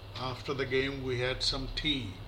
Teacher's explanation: Can also be said in one tone group with a falling tone, that's tune one.